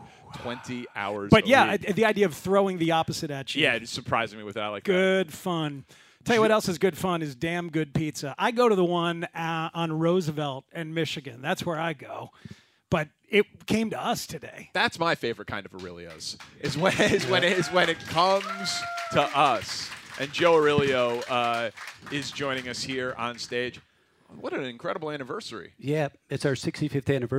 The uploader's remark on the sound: Held a special Bears QB1 Town Hall with a live audience.